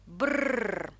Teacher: Звукосочетание «бр» по своей природе достаточно легкое, так как эти два звука произносятся разными органами артикуляции – «б» – губами, а «р» – кончиком языка. Поэтому, чтобы слитно сказать сочетание «бр», поставьте кончик языка сразу к альвеолам за верхние зубы, а губами произнесите «б» и сразу же включайте вибрацию кончика языка.